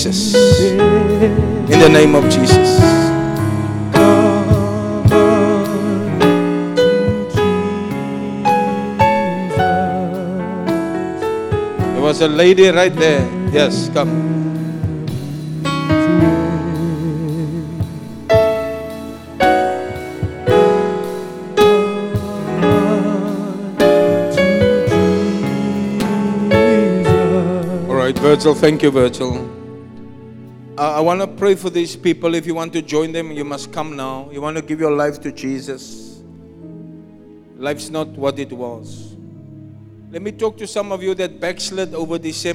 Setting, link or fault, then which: setting, large echoing room